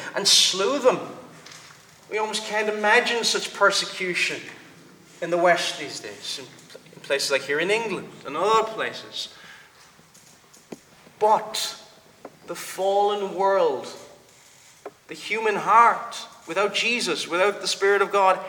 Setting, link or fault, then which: setting, large echoing room